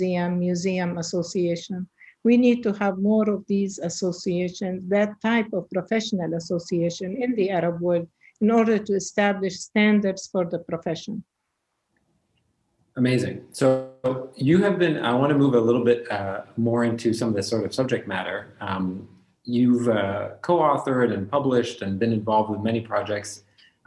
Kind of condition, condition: link, video call